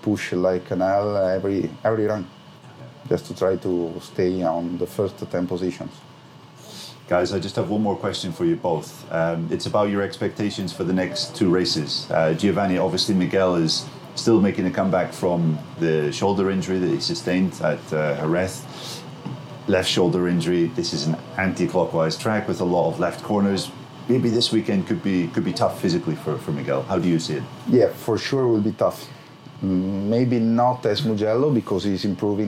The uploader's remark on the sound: podcast, recorded at Sachsenring